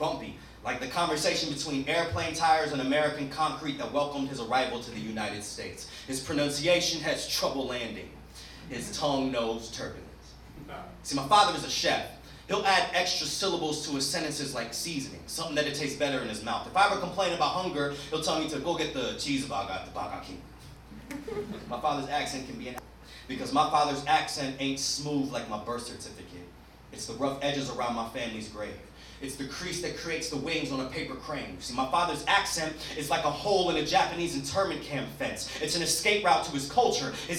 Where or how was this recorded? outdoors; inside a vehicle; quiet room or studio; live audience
live audience